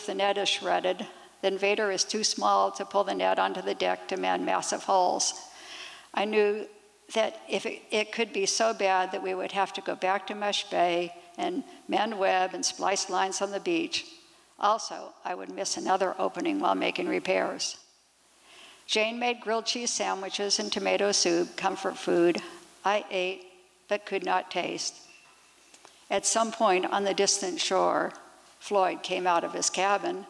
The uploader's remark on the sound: 2023 FPG-Liberty Theatre-Saturday Night-Second Set. These performances were recorded at the Liberty Theatre on Saturday, February 25th, 2023.